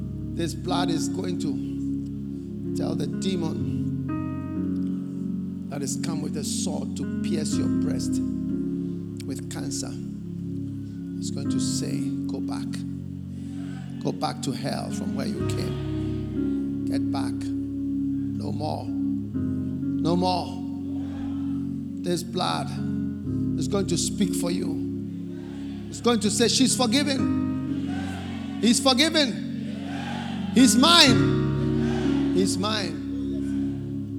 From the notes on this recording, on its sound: Preached At The First Love Centre, Accra, Ghana